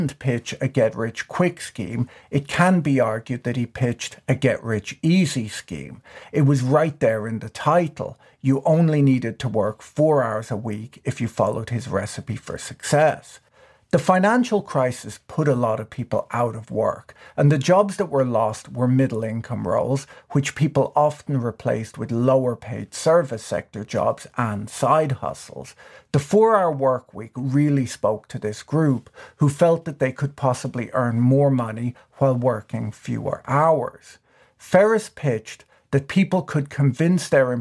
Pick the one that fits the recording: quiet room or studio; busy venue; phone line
quiet room or studio